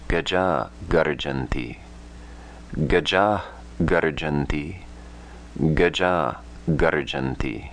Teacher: A followed by Visarga followed by a soft letter. Visarga is dropped.